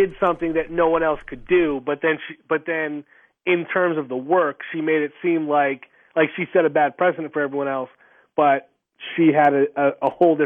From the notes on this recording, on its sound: Back on the phone.